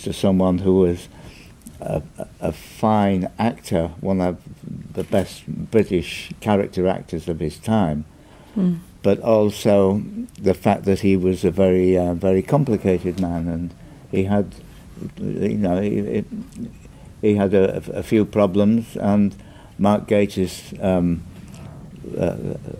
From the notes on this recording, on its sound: Recorded, at MCM London 2017, here’s the full press panel.